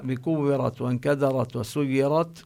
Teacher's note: كلها الراء ينبغي أن تلفظ مفخمة